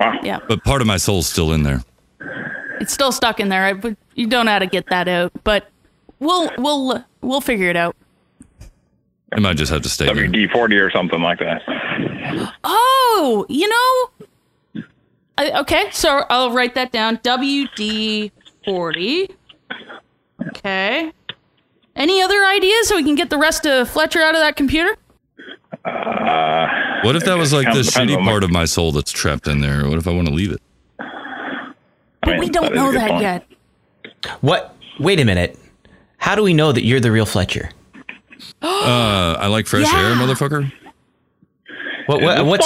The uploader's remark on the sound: Are live after No Agenda, they take your calls live for the 5 minute limit.